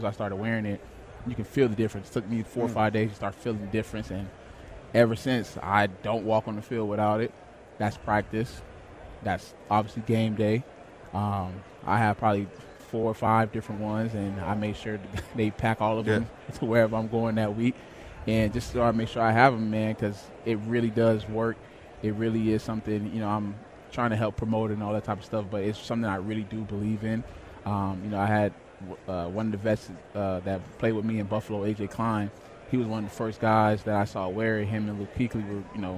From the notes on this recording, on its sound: Joins THE DRIVE from Sin City. Live from radio row in Vegas.